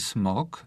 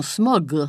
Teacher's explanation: Ja teraz mówię tak swobodnie i mówię smog, wymawiając na końcu tego rzeczownika głoskę bezdźwięczną k · Shown in: first take · smog. Ale niektórzy mówią smog.